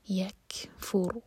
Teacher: رو پر سکون اس سے پہلے ہے ضمہ تو رو ہیوی ہوگا